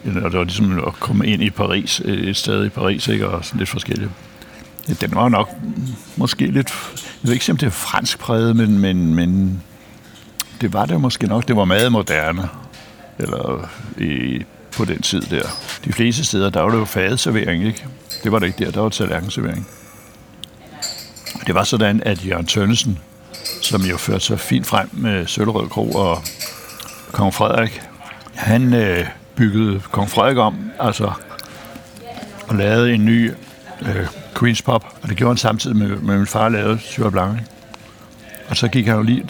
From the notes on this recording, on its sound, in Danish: Optaget på Nimb Brasserie, Tivoli, København.